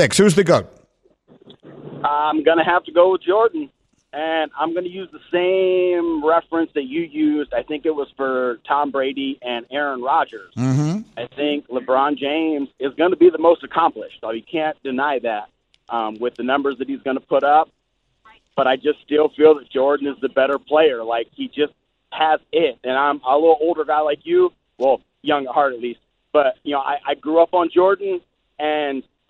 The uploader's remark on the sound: takes your phone calls